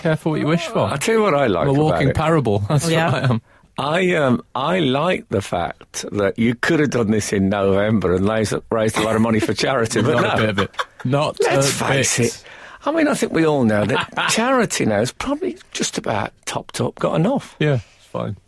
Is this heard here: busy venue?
no